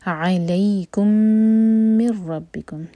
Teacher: پہلا اگزامپل ہے وقع، واو کے لیے ہوٹ گول، قاف کو حلق سے اور منہ بھر کر، وقع عین لائٹ، ایک ایک حرکہ تینوں، علیکم من ربکم، علی لی مدلین، اور کم کا جو میم ہے اور پھر من کا جو میم ہے یہ مرج ہوں گے، یہ ہے ادغام شفوی.